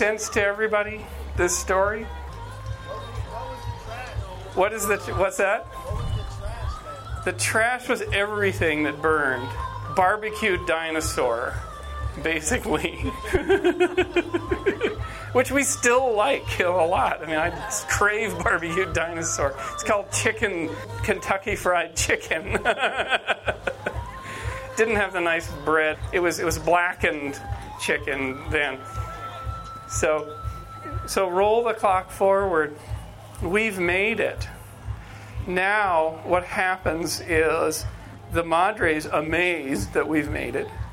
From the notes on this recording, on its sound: on the Pantheon stage at Symbiosis Gathering 2013